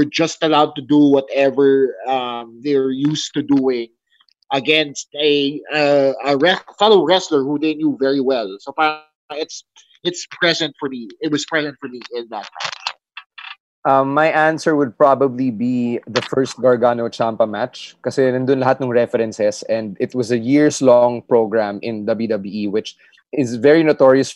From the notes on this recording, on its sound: We also took your calls, because that's something we can do now, and the results were great!